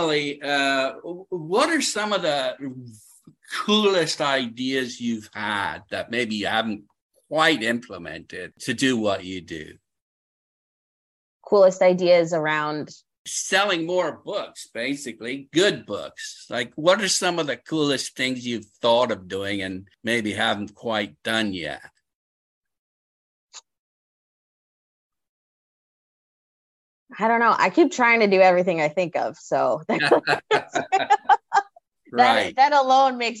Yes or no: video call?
yes